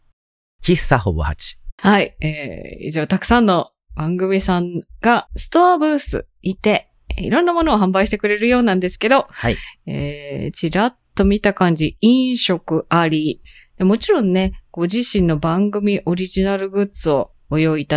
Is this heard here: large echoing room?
no